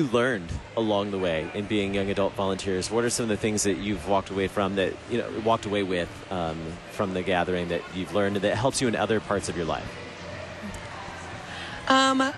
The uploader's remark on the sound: Live from the 2019 LCMS National Youth Gathering